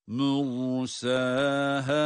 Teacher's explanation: Ra kalın, sin ince tabii ki. Medleri var.